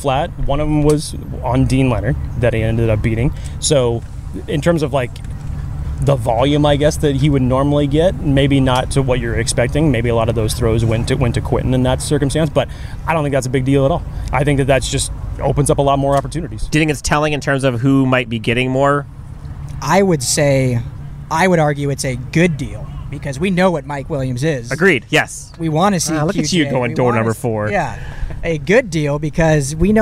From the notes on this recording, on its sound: LIVE FROM TRAINING CAMP